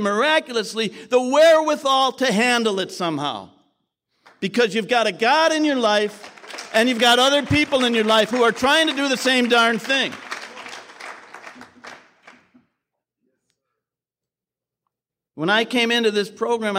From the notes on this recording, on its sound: His share at the 2020 Nashville TN conference as a Keynote speaker is incredible.